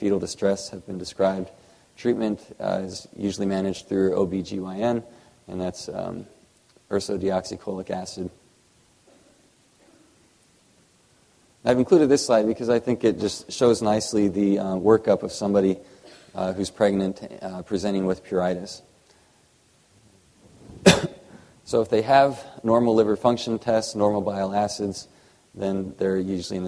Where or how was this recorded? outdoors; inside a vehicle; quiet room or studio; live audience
live audience